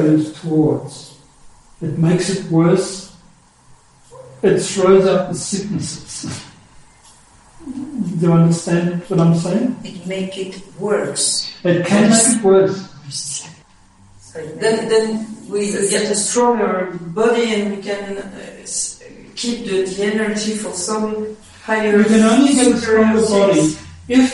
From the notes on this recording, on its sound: Unfortunately the sound quality of this talk is poor.